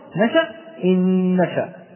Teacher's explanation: فإذا جاءت النون ساكنة وبعدها نون متحركة أدغمت، نعم إدغام بغنة، إذا جاءت النون ساكنة وبعدها نون أخرى متحركة أدغمت الأولى إن نشأ، لا نقول إن نشأ أليس كذلك، ولكننا ندغم الأولى في الثانية بحيث يصبح لدينا نون واحدة فقط، يرتفع اللسان لها ارتفاعة واحدة